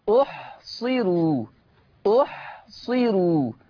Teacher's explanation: الراء مضمومة ومسبوقة بكسر أصلي، عشان الحرف تحته كسرة يبقى اسمه كسر أصلي، والكسر في نفس الكلمة. · Term: ترقيق الراء